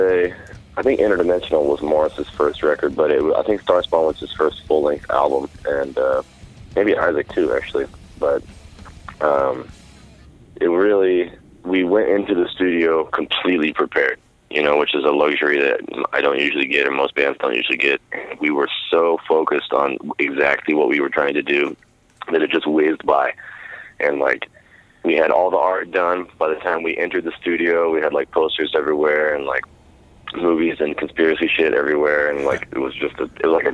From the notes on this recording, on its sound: we hop on the phone